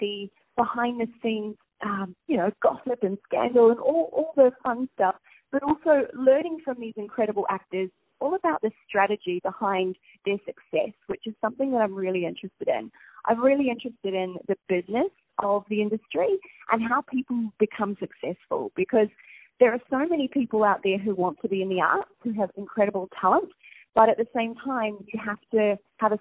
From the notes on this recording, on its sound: On the phone.